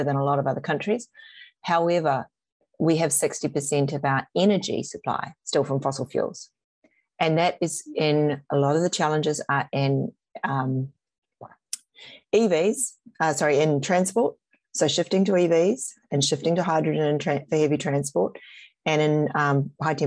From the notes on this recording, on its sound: this is a recording from a Zoom Panel, and includes a Q&A session with the audience